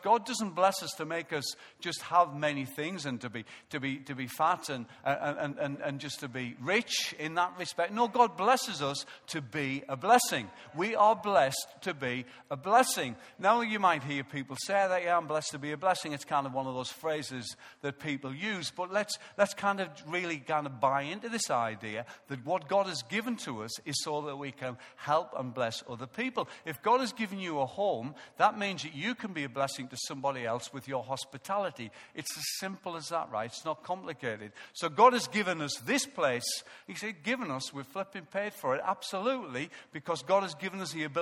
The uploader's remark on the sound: Recorded live at Life Church on Sunday 23rd November 2014